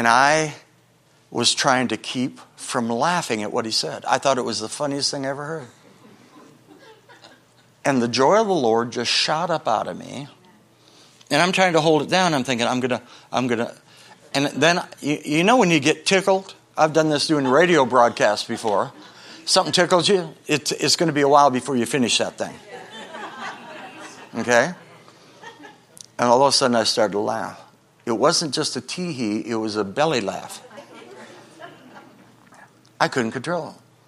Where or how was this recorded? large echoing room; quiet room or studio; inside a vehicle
large echoing room